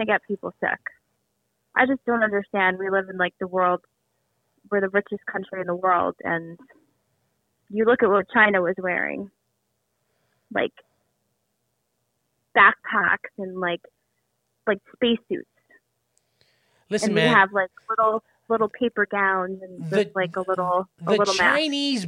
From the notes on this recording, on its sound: On the phone.